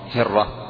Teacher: لأن الحرف المشدد بحرف واحد يعامل معاملة الحرف الواحد وحركته الفتحة، فيفخم الراء